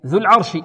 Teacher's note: الراء فخمناها إخوة لأنها ساكنة وما قبلها مفتوح · Term: الراء مفخمة